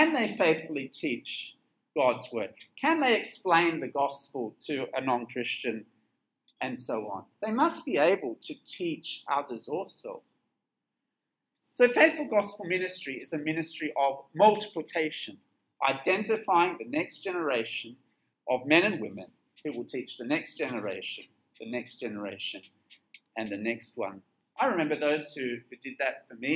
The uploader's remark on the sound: This sermon was preached at Penang International Church on 24th July 2022.